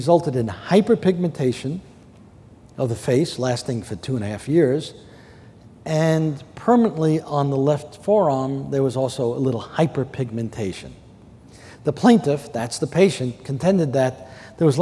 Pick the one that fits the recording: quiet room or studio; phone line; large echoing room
large echoing room